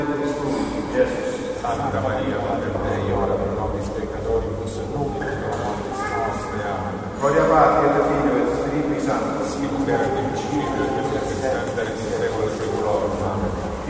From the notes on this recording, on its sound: This is what it sounds like in this Roman church. This was originally called Santa Maria in Catarina.